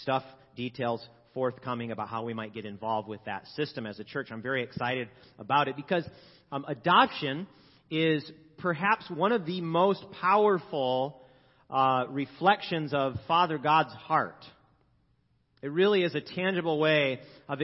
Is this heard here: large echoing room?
yes